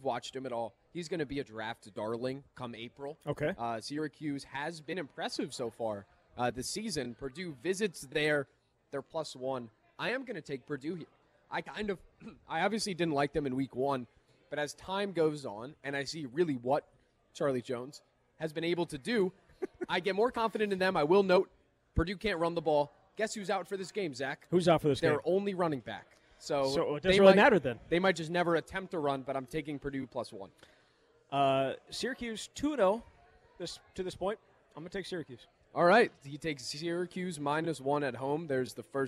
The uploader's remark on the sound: live at Monk's Bar and Grill in Sun Praire